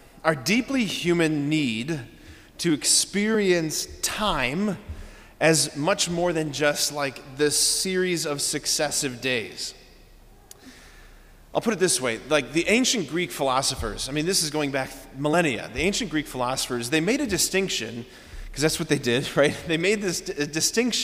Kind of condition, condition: setting, large echoing room